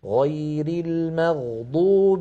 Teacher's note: الغين من كلمة المغضوب أيضا من حروف الرخوة